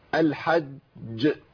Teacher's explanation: اقطع صوت ونفس عند الجيم الاولى والحج · Term: التشديد